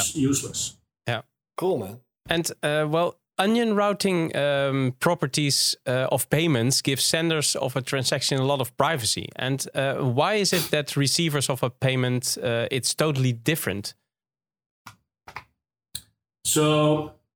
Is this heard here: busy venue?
no